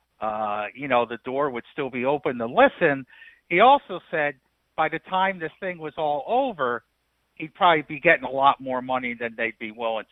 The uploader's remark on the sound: called in from the Indy Combine